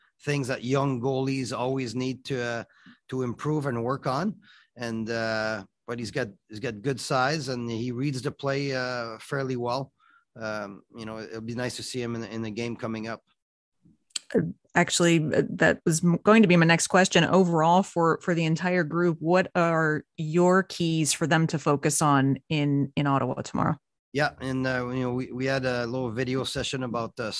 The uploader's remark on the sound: BROSSARD, QC — The AHL Report team from Rocket Sports Media was on the media’s Zoom call for the second on-ice session of the Montreal Canadiens’ 2021 Rookie Camp, held at the Bell Sports Complex.